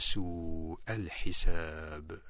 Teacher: هنا في كلمة سوء مد الواو فيها مدا طويلا لأن الهمزة جاءت بعده · Term: المد المتصل